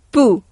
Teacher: un mot prononcé avec le doigt noir pointé vers le sol, ce ton court et sec